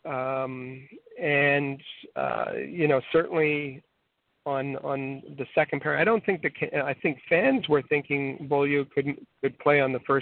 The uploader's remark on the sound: It is the most interactive and informative Canadiens podcast as we take your phone calls. Read your tweets.